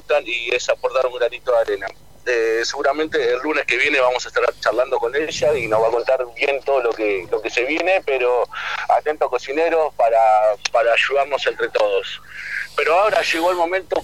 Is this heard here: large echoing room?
no